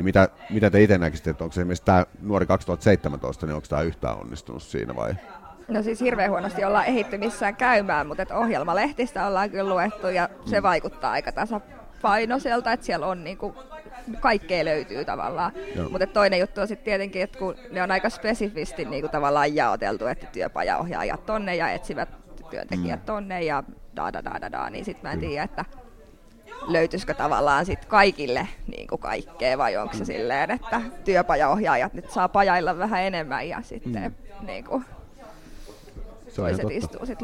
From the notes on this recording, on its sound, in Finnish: SomeCastin erikoisjakso äänitettiin Tampereella Nuori2017 -tapahtumassa 28.